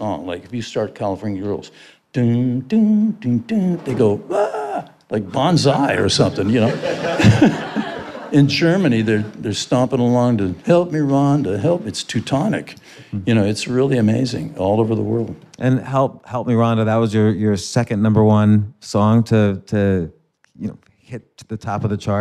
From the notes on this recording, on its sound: I did this interview LIVE in New York.